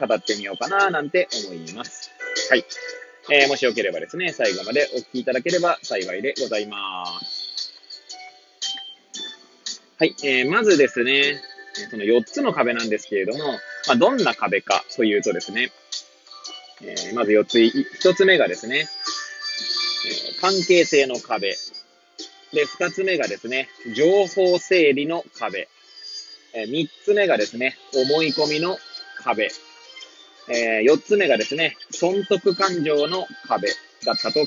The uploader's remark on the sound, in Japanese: Airpods を付けた状態で、車中で収録しており、雑音などが入る可能性があり、ご容赦ください。